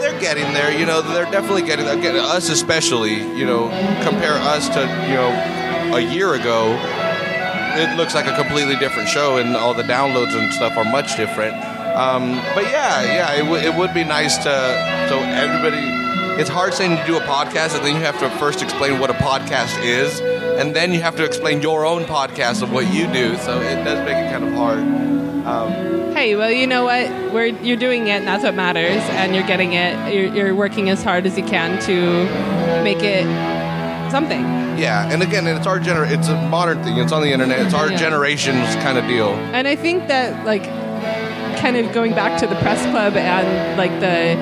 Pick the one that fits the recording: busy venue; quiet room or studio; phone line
busy venue